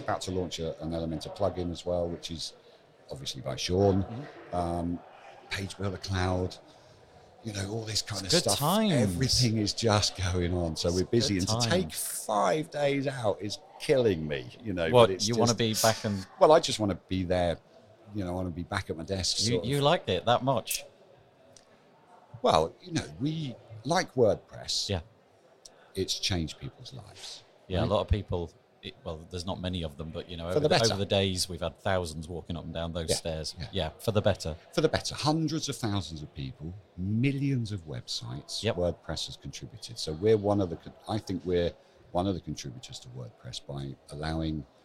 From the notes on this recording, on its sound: WordCamp Europe Live interview. My task was to find a place to record interviews with some of the 3,000 attendees. The chats were impromptu and recorded in one take. We made all of the recordings in one of the main thoroughfares at the event, and at times there were hundreds of people milling about in the background. You’re going to hear our guests as well as the hum of the interactions taking place around us.